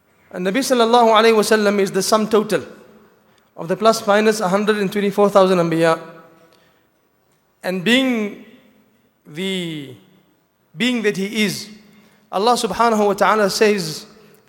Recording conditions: large echoing room